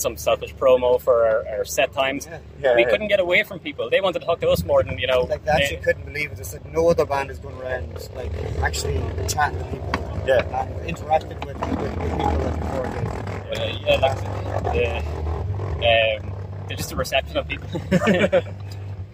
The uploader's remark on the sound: at Bloodstock festival!